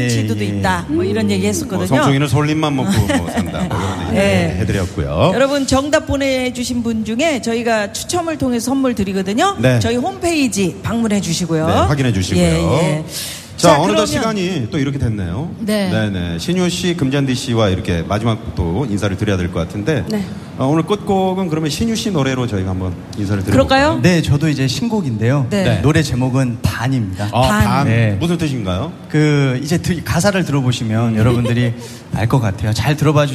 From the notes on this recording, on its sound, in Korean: 유쾌한 만남 공개방송